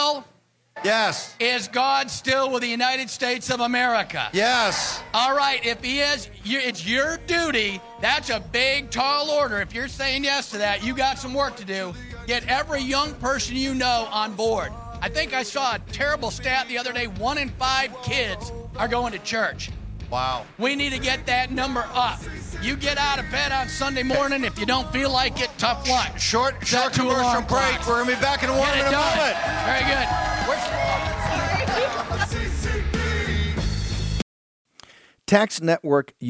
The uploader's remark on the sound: Live From CPAC 2024